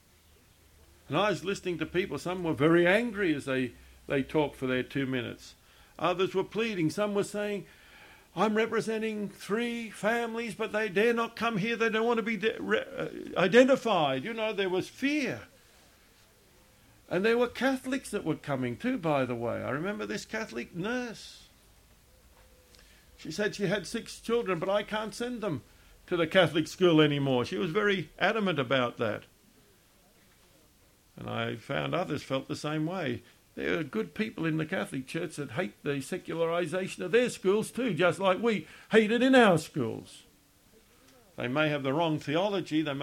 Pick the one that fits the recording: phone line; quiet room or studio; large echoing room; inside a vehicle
large echoing room